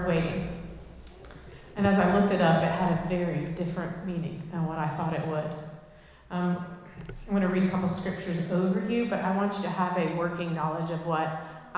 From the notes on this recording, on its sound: Recorded live in Liberty Church on 25 June 2023